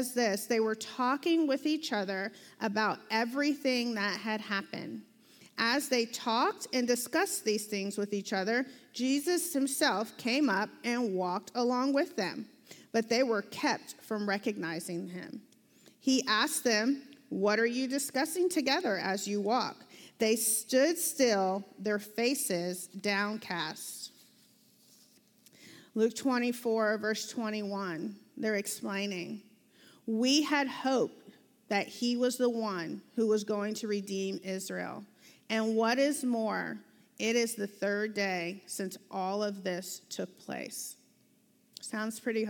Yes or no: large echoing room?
yes